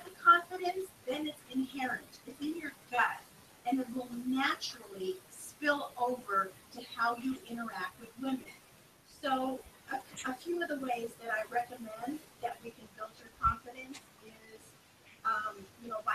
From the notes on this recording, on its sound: Sorry about the audio quality.